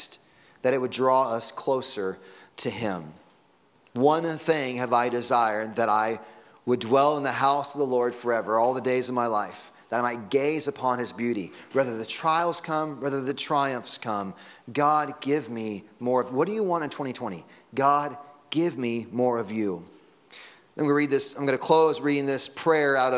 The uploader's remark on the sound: Sunday Morning Sermon Audio.